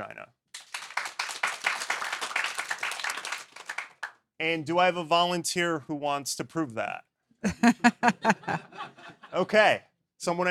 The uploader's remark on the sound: LIVE from Chicago